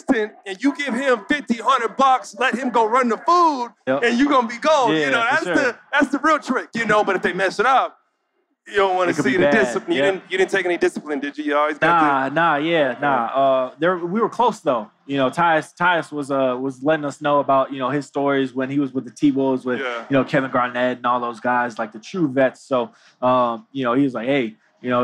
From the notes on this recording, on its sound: LIVE from NBA Con at Summer League in Las Vegas